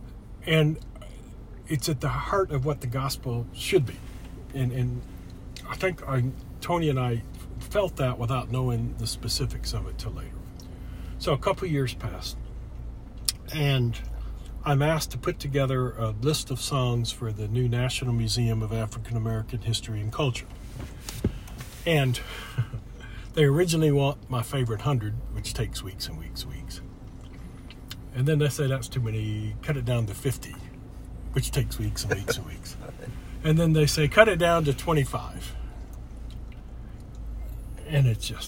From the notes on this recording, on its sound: a car conversation